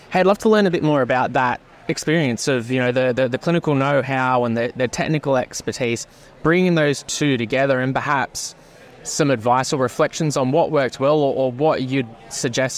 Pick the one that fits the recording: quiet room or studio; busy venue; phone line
busy venue